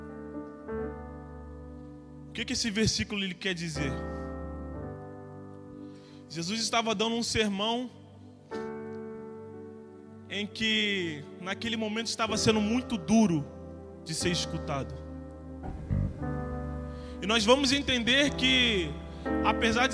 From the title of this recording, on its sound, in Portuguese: CULTO DE LOUVOR E PALAVRA AO VIVO